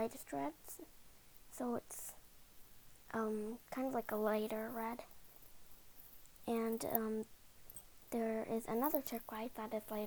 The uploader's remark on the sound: Sorry about the audio, I don't have a professional microphone.